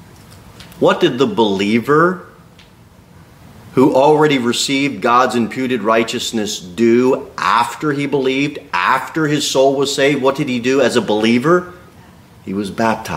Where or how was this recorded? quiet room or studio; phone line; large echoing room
large echoing room